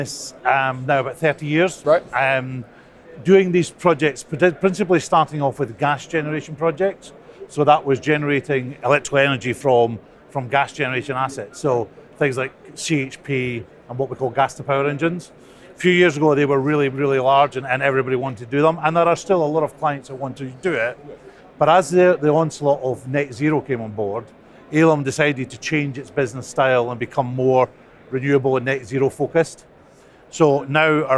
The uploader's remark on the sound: The Energy Voice team are at the All-Energy conference this week, the UK’s largest renewable and low-carbon energy exhibition and conference. Stand for a live podcast on the first day of the All-Energy conference in Glasgow.